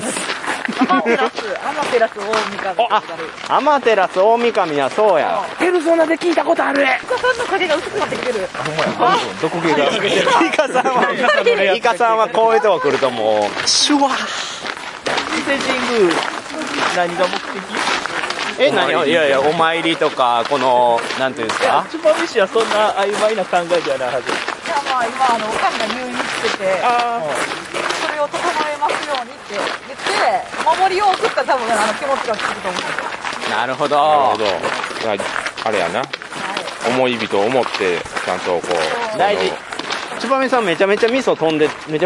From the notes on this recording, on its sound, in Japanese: いい旅ボド気分 in 伊勢。一部、屋外での収録のため、騒音雑音が入っております。